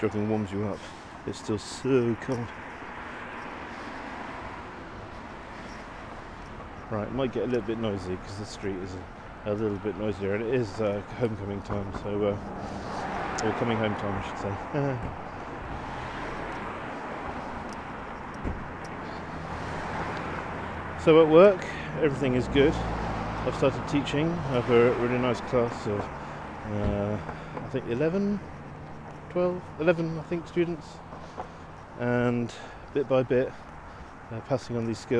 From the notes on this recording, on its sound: Walking home from the T. Here are a selection of short audio clips, often recorded on the move as I'm traveling, these include letters to home from our new life in Pittsburgh, but also postcards from other places.